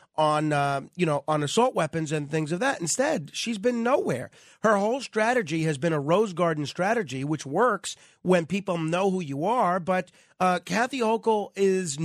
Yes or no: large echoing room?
no